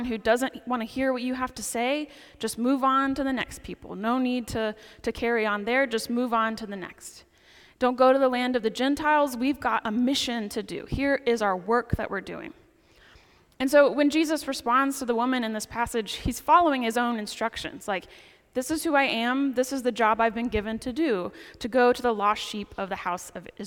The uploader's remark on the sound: Preaches at the 10 am service on the Twelfth Sunday after Pentecost at St. Paul's Episcopal Church in Winston-Salem, NC.